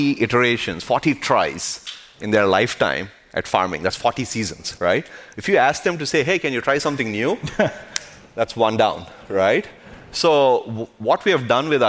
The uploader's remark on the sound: I co-hosted the Code Conference this week where I had the opportunity to hangout onstage